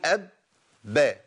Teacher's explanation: قلقله في الساكن الاول اللي هو اول المشدد